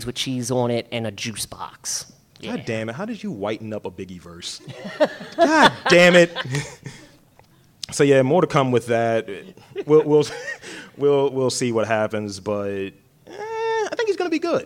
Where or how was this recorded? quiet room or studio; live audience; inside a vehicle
live audience